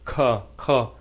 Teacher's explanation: Let's not, instead of thinking of it closing off, think about your tongue sort of swinging back and forth, right? On the ka, your tongue is pushing back on the back of your throat.